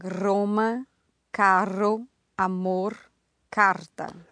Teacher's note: that's the alveolar trill, another version of an R